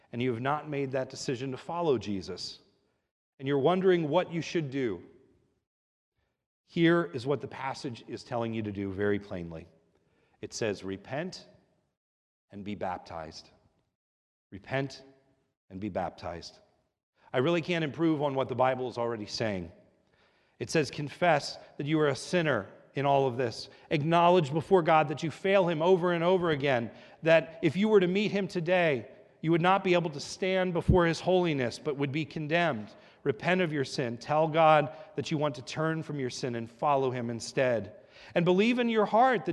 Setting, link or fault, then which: setting, large echoing room